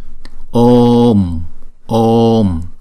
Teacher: Chúng ta kéo dài chữ ô hai nhịp trước rồi chúng ta mới đóng chữ ô lại. Ôm, ôm, chứ chúng ta không đọc là ôm. · Term: diphthong